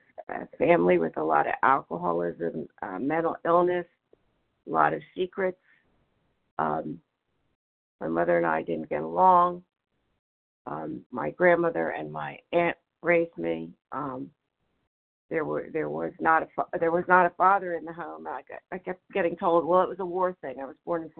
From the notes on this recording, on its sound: 100 Pounders Phone Meeting